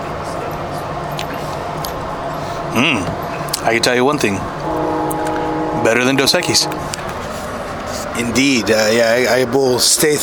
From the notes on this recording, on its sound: In this episode we are mostly on location taking the train to SF for a baseball game. Of course we can't ride and record without some tasty brewed beverages.